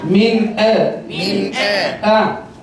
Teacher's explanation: نون ساكنة مظهرة قبل الهمزة المفتوحة · Term: الاظهار